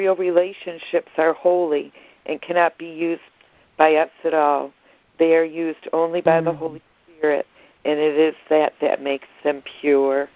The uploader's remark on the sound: ACIM Daily Conference Call